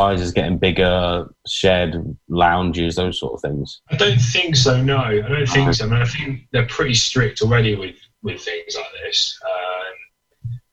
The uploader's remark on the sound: talking to you via a Zoom video link!